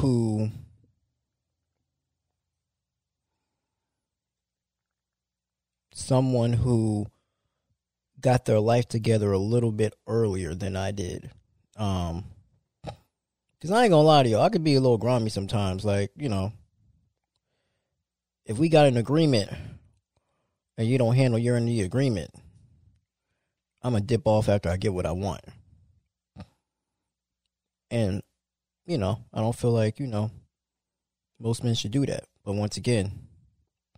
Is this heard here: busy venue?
no